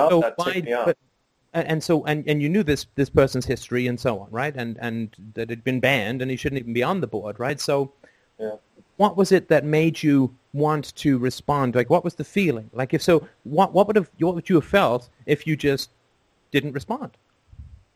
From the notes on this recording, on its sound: Sunday Call In Show.